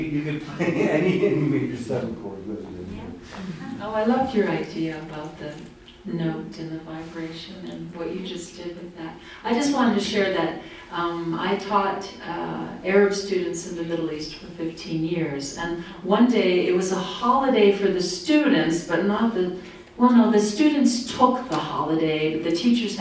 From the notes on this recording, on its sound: This episode was recorded June 23, 2019 at a talk I gave at the Prescott Unitarian Universalist Fellowship. At a talk I gave at the Prescott Unitarian Universalist Fellowship, affectionately known as PUUF.